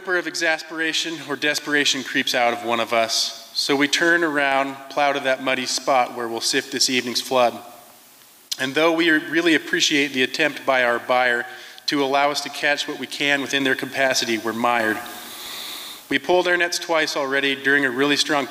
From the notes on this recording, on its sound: These performances were recorded at the Liberty Theatre in Astoria, OR on Friday, February 24th, 2023.